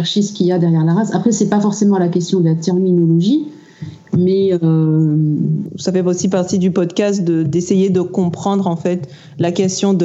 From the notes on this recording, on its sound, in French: Nous avons enregistré durant trois heures, via Skype